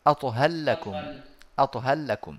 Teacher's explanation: ولا أثر طبعا للحرف المدغم لأن الإدغام هنا كامل